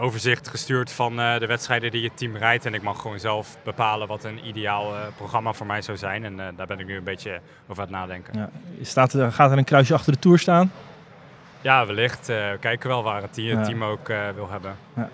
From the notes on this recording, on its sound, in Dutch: Die laatste twee schuiven ook aan in de WielerFlits Podcast, die live op locatie werd opgenomen.